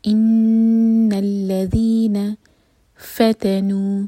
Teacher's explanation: نون پر شدہ، یعنی کہ ہم نے یہاں پر غنہ کرنا ہے، نون کو دو سیکنڈز کے لیے ہولڈ کریں گے اس کے بعد لام سے جوڑیں گے. ان الذین فتنوا، نون کا ضمہ آگے لام سے کنیکٹ ہوگا.